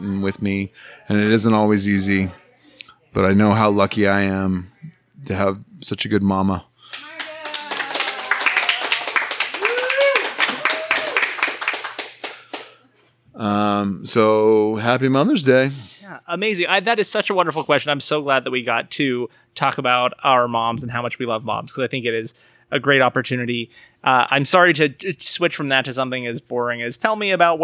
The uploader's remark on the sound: This episode was recorded live at Black Rabbit Mead in Reno, Nevada.